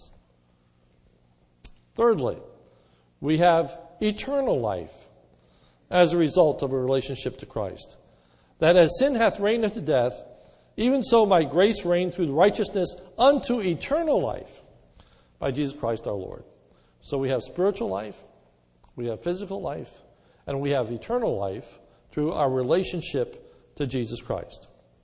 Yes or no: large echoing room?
yes